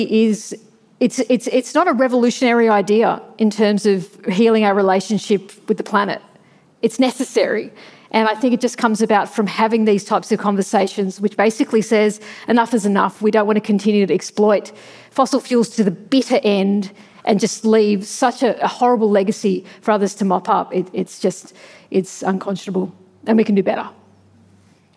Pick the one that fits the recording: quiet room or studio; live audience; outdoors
live audience